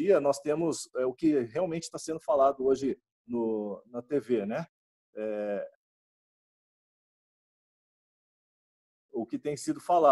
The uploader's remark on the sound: via ZOOM.